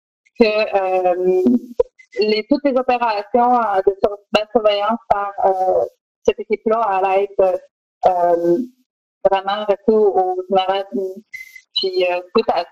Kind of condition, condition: link, video call